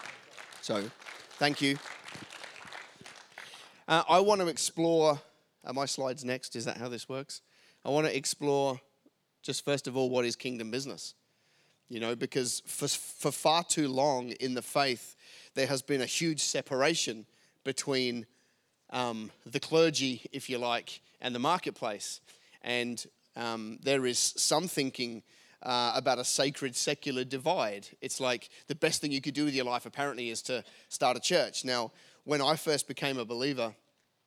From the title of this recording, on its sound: LIVE form Hope UC Newcastle